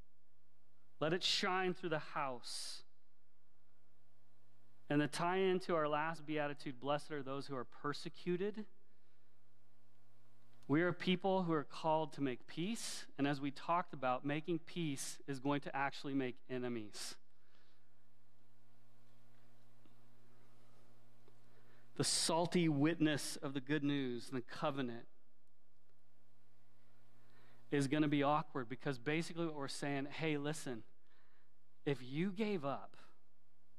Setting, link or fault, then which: setting, large echoing room